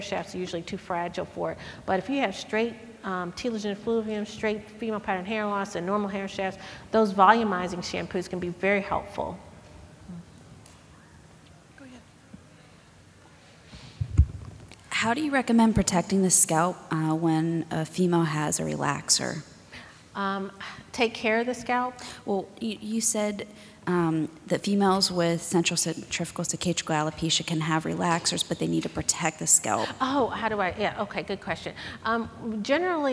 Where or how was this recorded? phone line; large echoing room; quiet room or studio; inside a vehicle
large echoing room